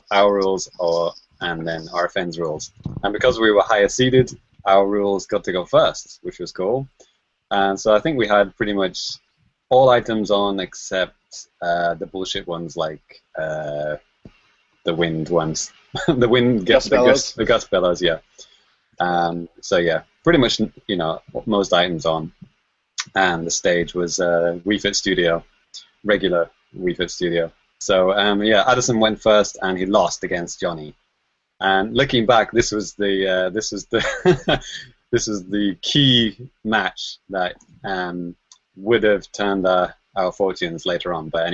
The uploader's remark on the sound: Recorded on Google Hangouts On Air live